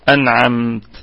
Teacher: أنعمت الميم ساكنة في الدرجة الرابعة من درجات الغنة، ونقف على الكلمة بوجه واحد بالسكون المحض، أنعمت.